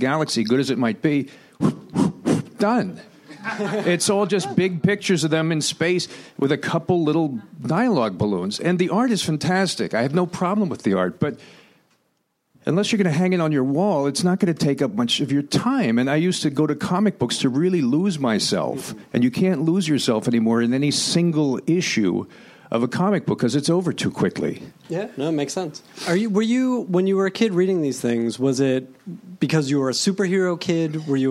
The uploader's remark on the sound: Recorded May 1, 2016 at the Nerdist Theater at Meltdown Comics.